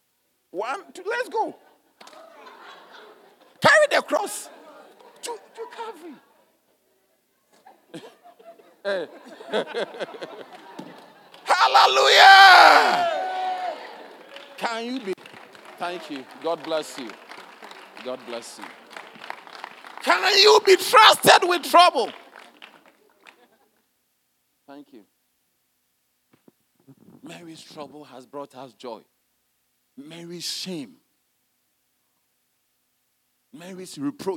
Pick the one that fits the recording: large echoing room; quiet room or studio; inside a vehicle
large echoing room